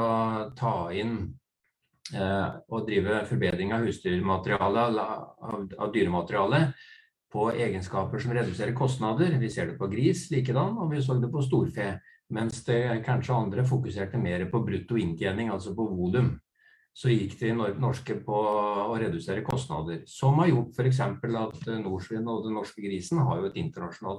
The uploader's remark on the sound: Live Zoom